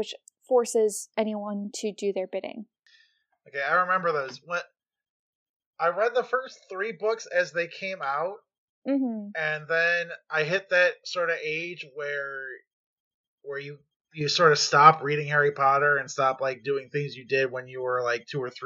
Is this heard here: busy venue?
no